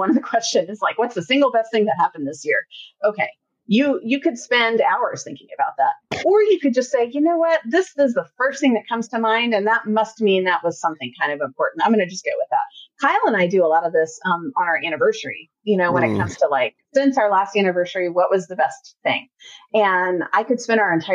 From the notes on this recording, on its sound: please note the sound quality is not up to our standards in this episode